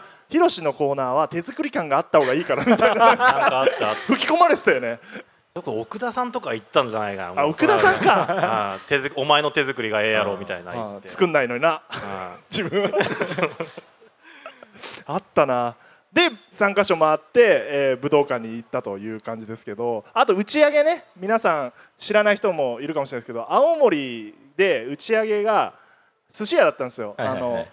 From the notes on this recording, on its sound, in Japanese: ラクーアガーデンステージで行われた公開収録。